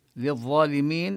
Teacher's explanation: اللام من الظالمين تدغم في الظا لأن الظا من الحروف الشمسية، للظالمين ونمد مدا طبيعيا الألف والياء، هذه الياء الساكنة التي · Term: مدغمة